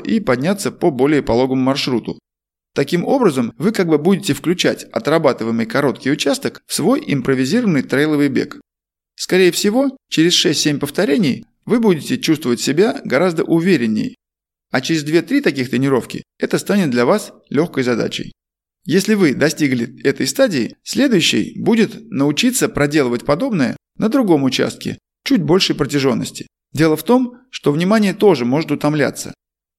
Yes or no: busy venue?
no